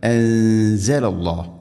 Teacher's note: ബിമാ അൻസല, ഇനി അൻസല സാക്കിന നൂന് ശേഷം സ, ഇഖ്ഫാം ബിഗുന്ന അവ്യക്തമാക്കി മണിക്കണം.